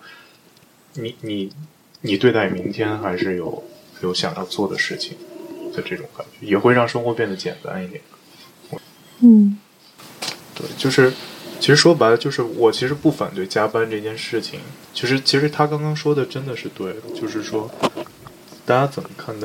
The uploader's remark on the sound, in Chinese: 收音效果没有想象的好，比如呼吸声和耳麦触碰。